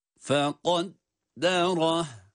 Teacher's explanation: Sondaki ha'lar sakin okunduğu için uzatılmıyor.